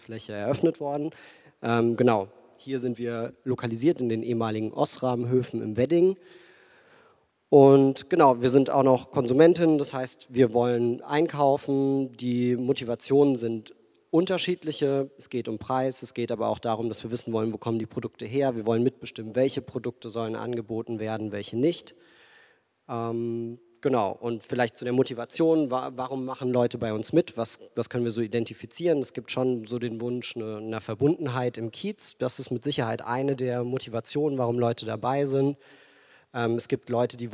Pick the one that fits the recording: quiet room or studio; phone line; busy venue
busy venue